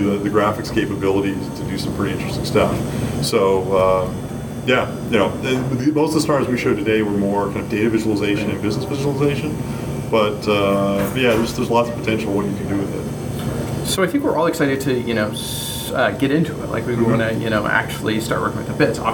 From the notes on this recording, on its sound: Inverview at the Silverlight Firestarter.